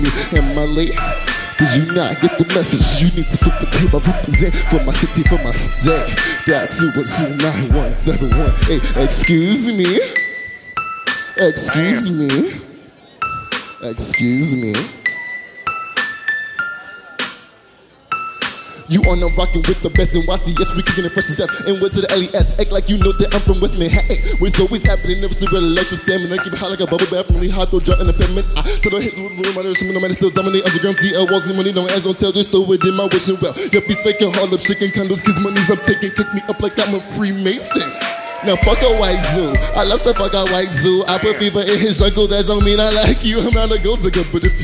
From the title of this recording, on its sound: Live from SXSW